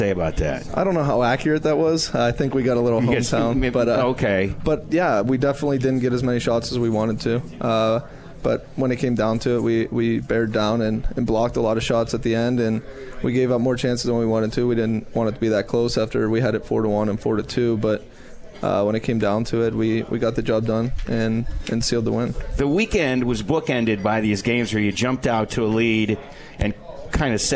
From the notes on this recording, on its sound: Live from Swifty’s